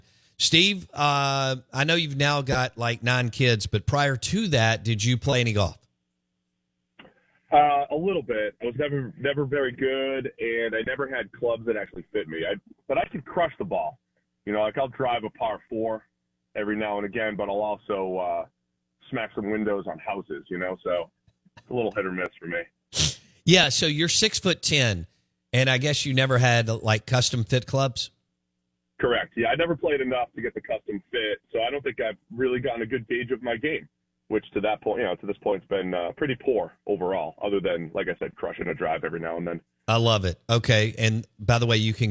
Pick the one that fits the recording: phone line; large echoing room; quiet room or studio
phone line